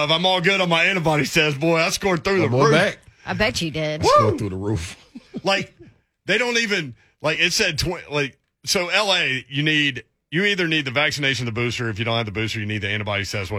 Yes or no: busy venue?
no